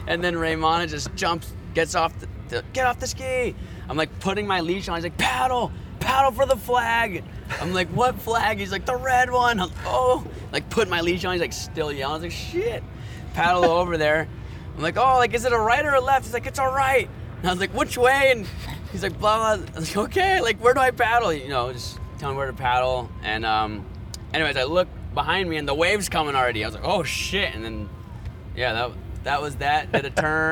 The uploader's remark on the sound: LIVE EPISODE 1 of 3 at Surf Ranch Pro pres by 805 Beer. This first installment was filmed live at the Surf Ranch Pro presented by 805 Beer around a fire pit in front of Perkins Lake as the Night Surfing Session was underway.